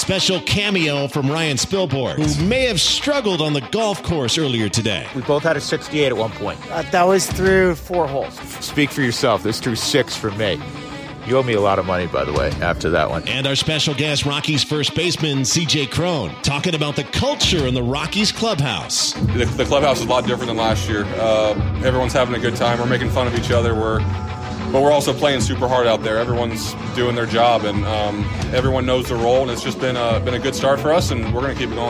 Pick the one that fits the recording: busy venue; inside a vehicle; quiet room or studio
busy venue